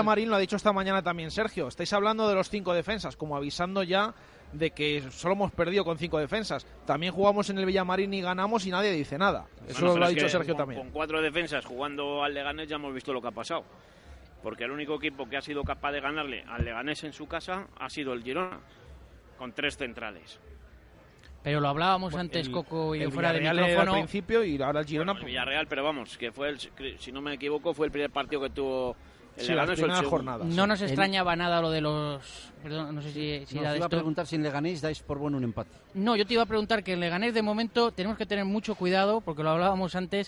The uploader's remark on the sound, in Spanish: en directo desde LA FUNDICIÓN.